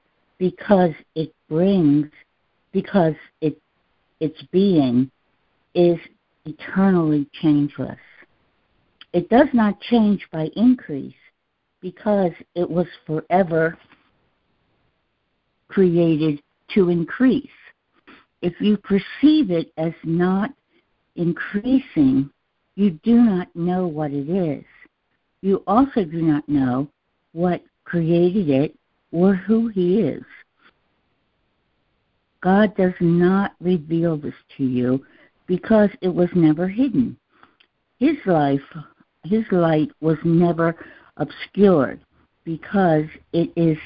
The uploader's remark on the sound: ACIM Daily Conference Call